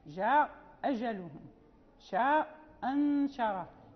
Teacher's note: ثم انتقل إلى الهمزتين في كلمتين، وهما إما متفقتان في الحركة وإما مختلفتان. في المتفقتان بالفتح مذهب الإمام قالون أنه يسقط الأولى · Term: يسقط الهمزة الأولى